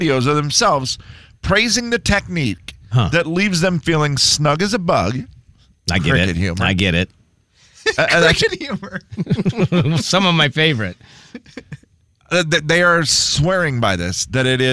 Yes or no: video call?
no